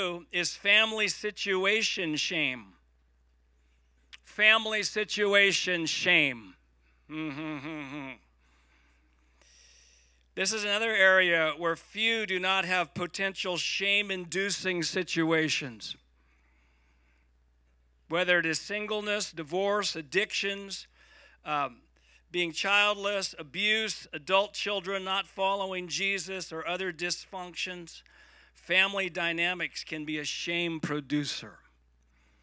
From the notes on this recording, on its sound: Igniting Hope Conference (Sunday Service).